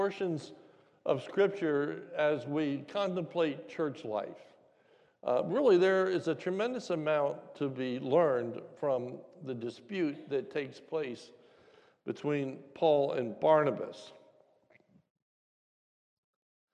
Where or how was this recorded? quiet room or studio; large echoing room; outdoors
large echoing room